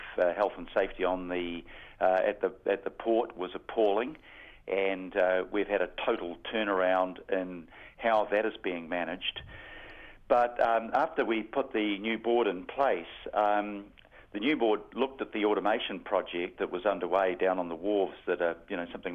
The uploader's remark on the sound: The Mayor phones up for his penultimate chat on the Breakfast show